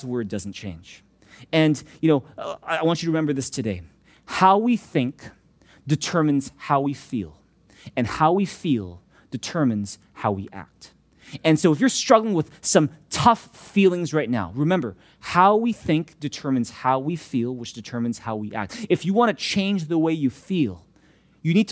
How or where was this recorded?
large echoing room